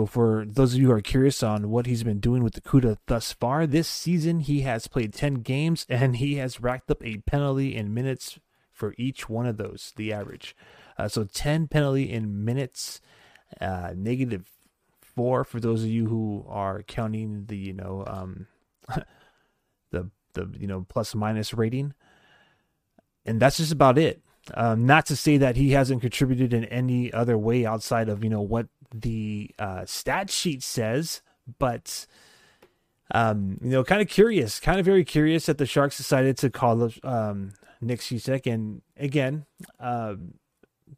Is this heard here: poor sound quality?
no